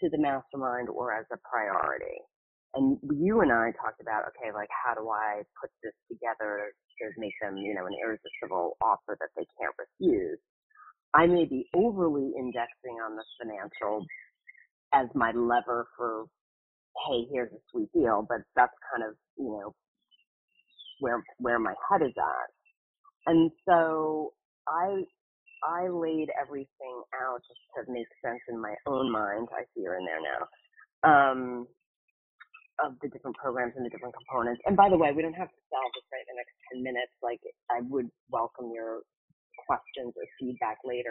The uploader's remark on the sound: All of these coaching calls have been recorded with permission, and the sound quality may vary. Listen in to a recent call I had with a client of mine who was having trouble with this.